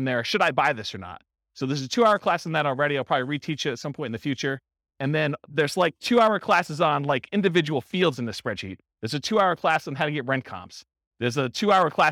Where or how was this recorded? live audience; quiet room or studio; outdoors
live audience